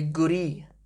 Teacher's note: you just stress the last vowel a little bit more